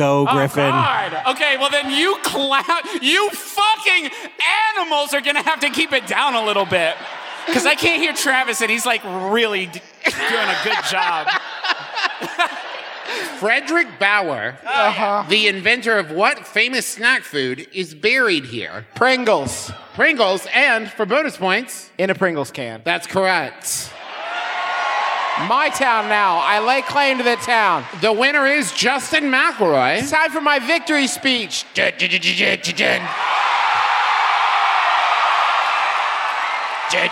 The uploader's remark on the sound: here’s a live show we recently did in Cincinnati